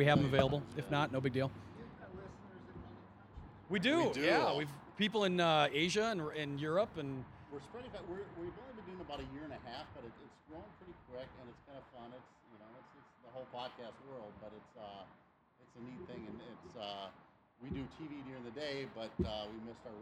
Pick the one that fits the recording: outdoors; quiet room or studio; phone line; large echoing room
outdoors